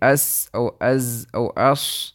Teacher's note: the air comes from your mouth. It strikes the narrow passage between your upper 2 teeth and your tongue and exits your mouth with force. That is the reason why we find this sound being produced when we pronounce these letters from the correct makhraj. · Term: huruf al-safir